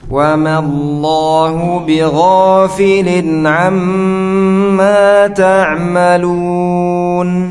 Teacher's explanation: kemudian Allah dibaca tebal karena sebelumnya fathah